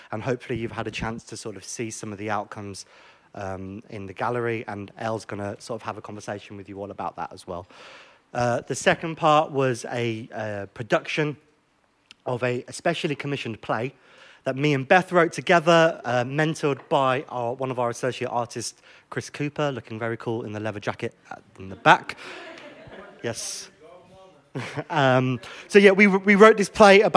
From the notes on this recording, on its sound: This is a live recording of a community conversation held at The GAP at the begining of October 2022. For this event we invited members of our communities, and participants on the programme, to gather together.